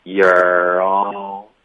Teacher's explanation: Year 的这个 R 音跟 all 会连读